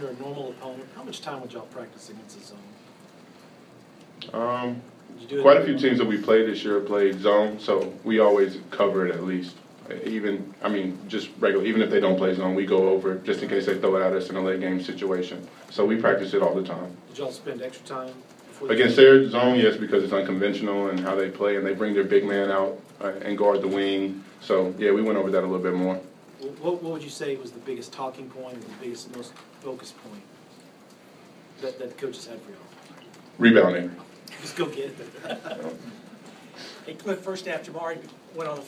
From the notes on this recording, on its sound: Press Conferences & Post-Game Interviews.